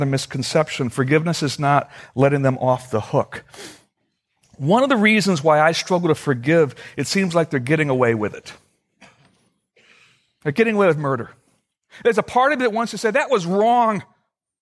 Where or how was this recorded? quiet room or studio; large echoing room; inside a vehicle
large echoing room